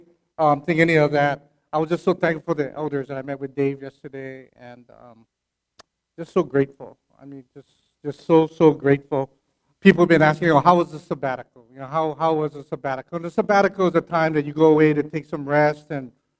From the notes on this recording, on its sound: Annual Vision Service recorded at the Hyatt Regency Waikiki on November 5, 2017.